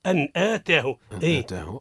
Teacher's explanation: نون ساكنة غير مجردة من السكون، يعني فوق منها سكون بعدها همزة اللي هي من حروف الحلق حكمها الإظهار